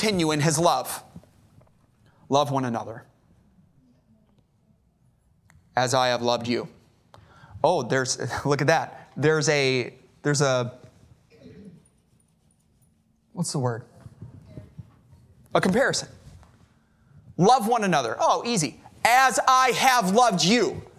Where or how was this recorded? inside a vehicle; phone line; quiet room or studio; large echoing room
large echoing room